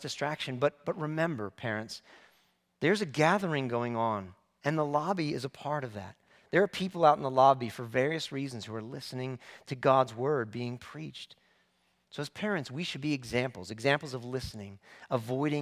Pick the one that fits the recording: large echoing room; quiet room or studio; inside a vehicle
large echoing room